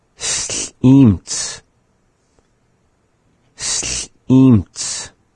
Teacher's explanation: the pause is happening before the vowel, which the vowel in this is E.